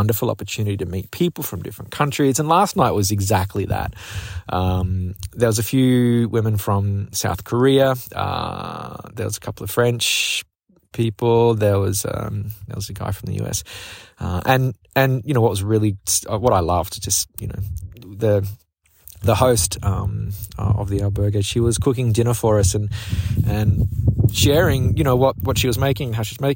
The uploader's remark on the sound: A windy dispatch from the winding Camino de Santiago. I had been walking all day with only my thoughts to keep me company. Despite the wind and poor recording conditions. It's very low-fi.